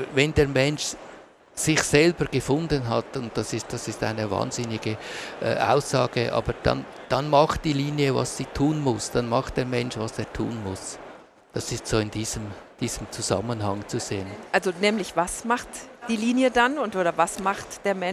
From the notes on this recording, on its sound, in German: Von der Swiss Art Expo in Zürich. Wir haben die Gespräche im September live aufgezeichnet.